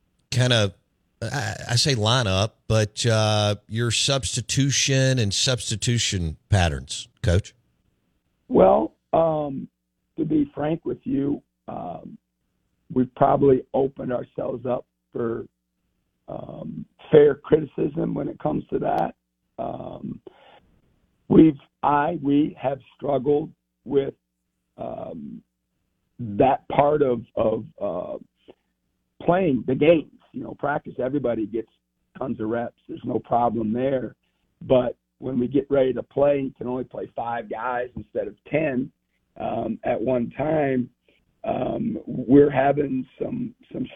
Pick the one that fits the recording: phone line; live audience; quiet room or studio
phone line